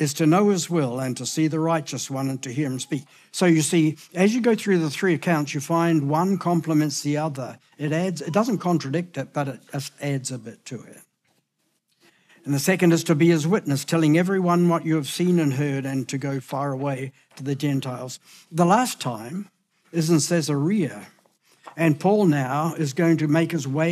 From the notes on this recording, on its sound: Recorded at the Hukanui Bible Church morning service on Sunday the 29th of October 2023 during the 10:00 am service.